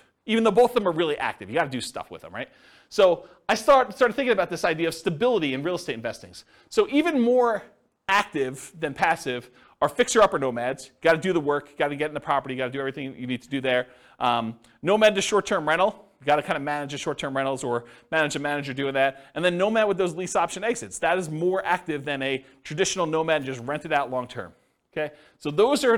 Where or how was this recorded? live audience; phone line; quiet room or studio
live audience